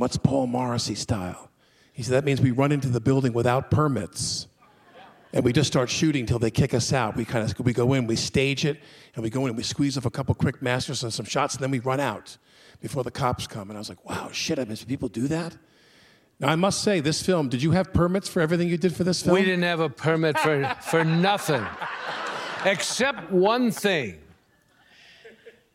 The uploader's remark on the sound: At the Turner Classic Film Festival.